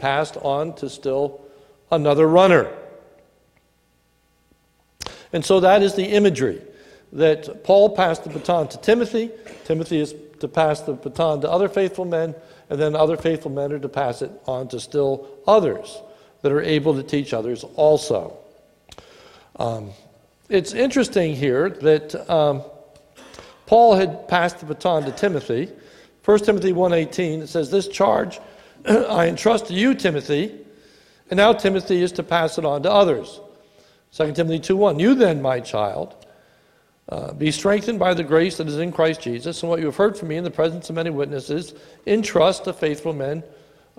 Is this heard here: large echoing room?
yes